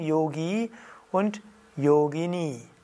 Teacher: erstes O und letztes I ist lang